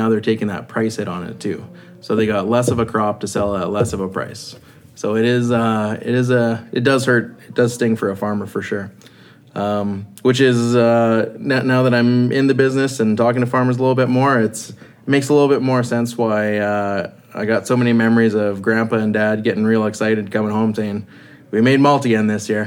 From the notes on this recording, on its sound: We recorded this episode at Belly Hop Brewing while we drank One Tart Bird.